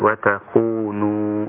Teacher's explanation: أرقق التاء في الموضعين تخونوا حتى لا تأخذ تفخيم الخاء